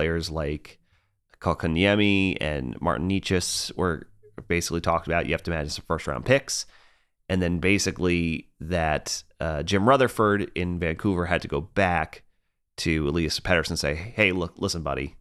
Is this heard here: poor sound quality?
no